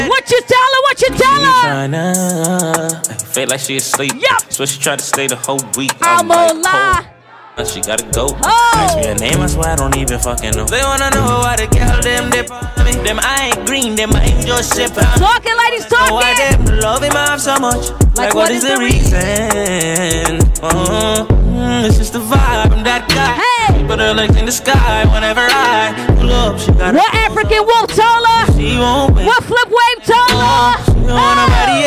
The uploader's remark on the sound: Live Audio of Ladies Night Out "Afro-Caribbean Saturdays"